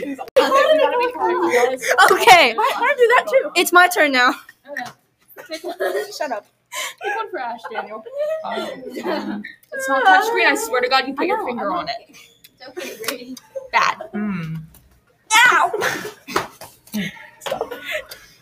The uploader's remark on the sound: I apologize for the background noise and bad audio.